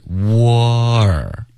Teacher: 这个倒 C 的这个发音会连到它前面的 W 的音，所以这个就变成一个滑动 war,其实跟中文的就是 war 的这个音是一样的。OK,然后是 war, OK,所以它不是一个 O 的音。它是一个窝的音 okay,所以这两个都不是中式的 O、那这两个音发音也不一样吧，那不一样，对，对吧，是很不一样的，很不一样哈。老师再把第一个音发一下哦。 OK,那就是电话，对吧，我们说 phone、对，第二个是 war 对，只有很明显的区别，同时也跟你那汉语当中的汉字是不相似的。第二，我们来看看 draw 这个单词的发音，draw。他说这个剑桥词典当中呢，标识的英音啊是 draw,而美音是 draw。是不是现在的美音当中，这个 r 跟 o 的读音区别不大，可以互换啊？